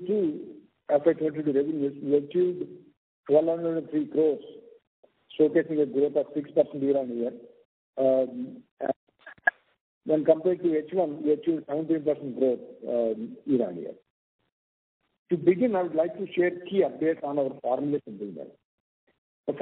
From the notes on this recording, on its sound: Results discussion/conference call for the quarter ended Sept.